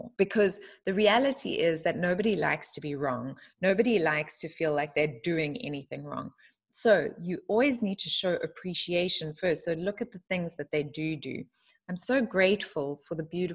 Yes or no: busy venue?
no